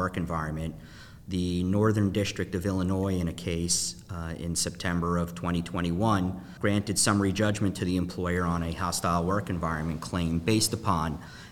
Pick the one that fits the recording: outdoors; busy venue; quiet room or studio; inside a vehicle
busy venue